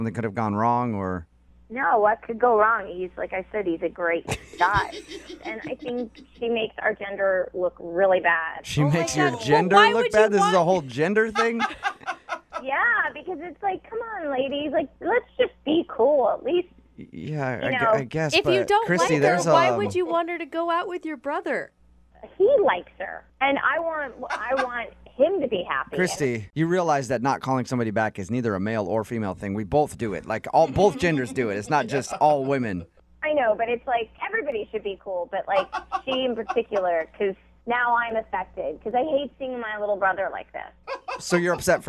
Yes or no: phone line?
yes